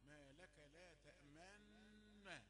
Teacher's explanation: الإشمام يعني ضم الشفتين يعني عقيبة يعني النون أصلها كانت لا تأمنا فأدغمت فإيه قرأناها كأننا أشرنا إلى الضم نطقنا نونا واحدة مشددة وأشرنا إلى أن هناك نونا مضمومة · الإشمام يعني ضم الشفتين كأننا قلنا لا تأمنونا